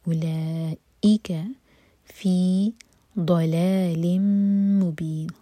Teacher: ضاد ہیوی اور زبان کی سائڈ سے لام لائٹ ضلال ادغام غنہ کے ساتھ مبین نون کو ساکن